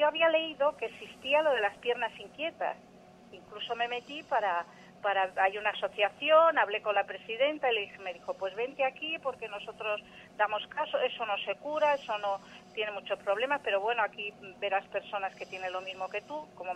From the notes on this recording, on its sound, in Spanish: Esta serie de testimonios en vivo procede de consultas reales realizadas de manera presencial y telefónica en el Centro Solnaturaleza.